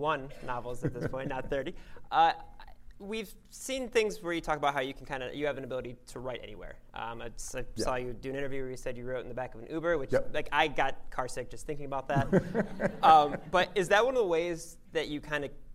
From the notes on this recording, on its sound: A live interview in front of a sold out crowd of 400 readers at their home away from home, Cuyahoga County Public Library.